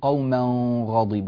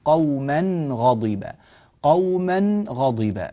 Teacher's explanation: في قوله تبارك وتعالى قوما غضبا في الآية الرابعة عشرة ننبه إلى حكم الإظهار هنا، الإظهار الحلقي، تنوين جاء بعده حرف الغين · Shown in: second take · بعض الناس كثير من الناس إذا جاء إلى التنوين الذي بعده غين جاء بغنة الإخفاء فيقول قوما غضبا، لا هذا غير صحيح، قوما غضبا، قوما غضبا، هكذا نون مظهرة.